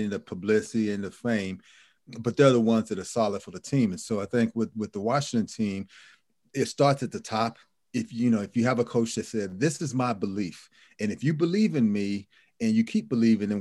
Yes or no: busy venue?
no